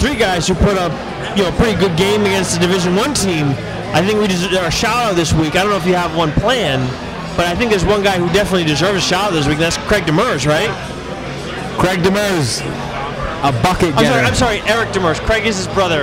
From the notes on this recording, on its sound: LIVE AT LORD HOBO BREWING.